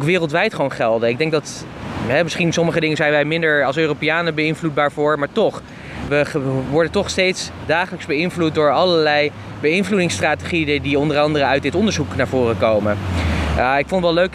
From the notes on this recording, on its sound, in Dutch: De podcast is opgenomen op het strand in Florida.